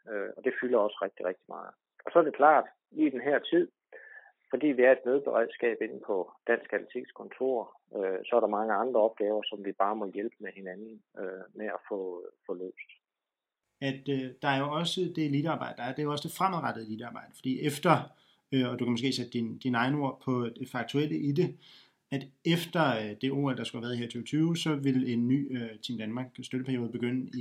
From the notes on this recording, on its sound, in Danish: Er optaget over telefon. Dette præger lyden.